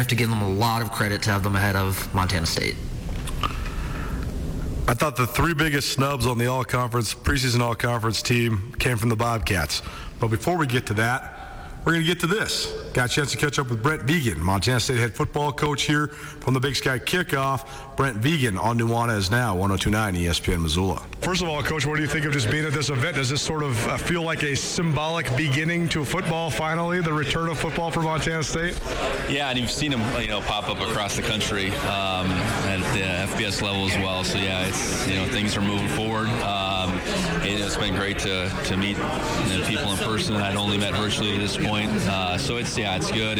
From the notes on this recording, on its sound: LIVE from the Big Sky Kickoff in Spokane. The Big Sky Kickoff media conference in Spokane.